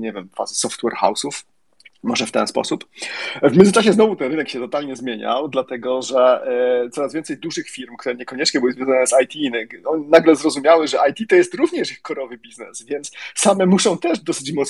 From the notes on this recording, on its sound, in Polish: To jest nagranie Twitter Spaces, więc rozmowa toczyła się na żywo i interaktywnie